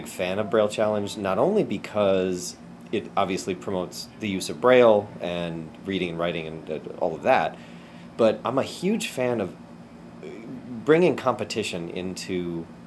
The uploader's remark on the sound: capture audio from the Braille Challenge Finals held in Los Angeles this June